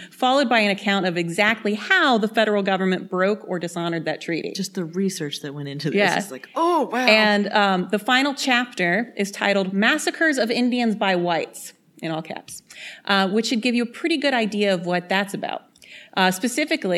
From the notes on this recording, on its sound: Our very first LIVE SHOW, from Cosumnes River College in Sacramento!